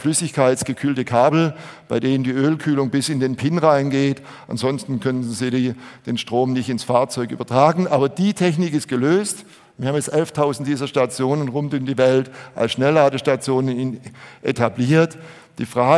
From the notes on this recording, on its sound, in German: Auf der Bühne des auto motor und sport Kongress 2019